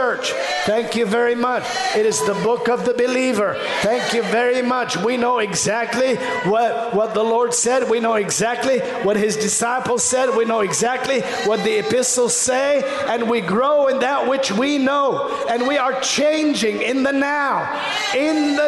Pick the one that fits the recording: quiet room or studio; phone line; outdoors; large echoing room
large echoing room